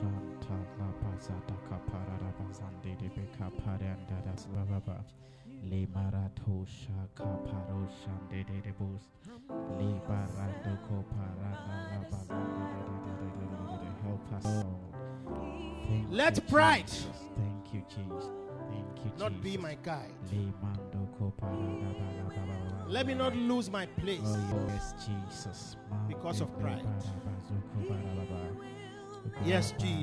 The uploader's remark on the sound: Preached at The Victory Secrets Service.